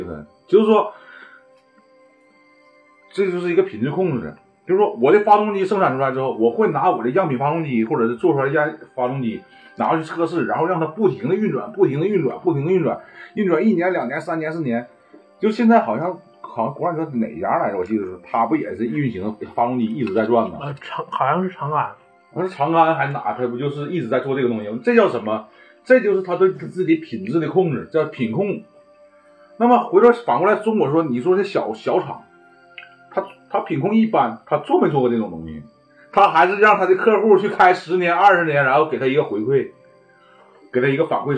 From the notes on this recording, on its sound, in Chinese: 本期为2022春节前由手机临时录制，请谅解